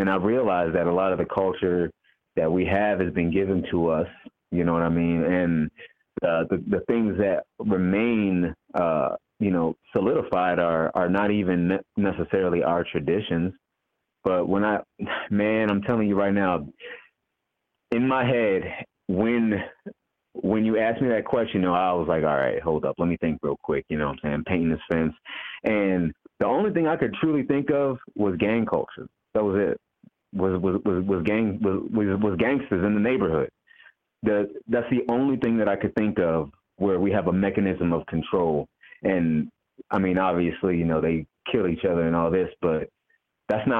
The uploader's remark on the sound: Call In Show